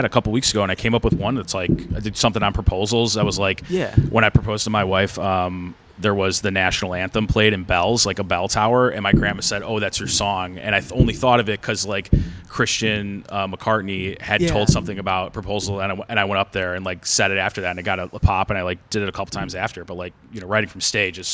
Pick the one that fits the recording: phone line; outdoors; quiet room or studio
outdoors